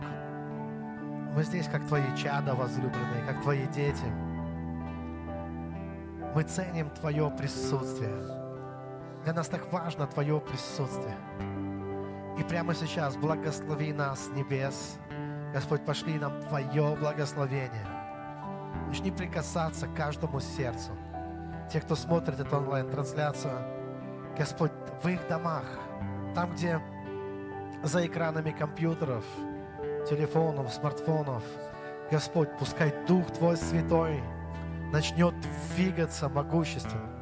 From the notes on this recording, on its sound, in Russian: Запись со служения церкви Дом Божий г. Великие Луки.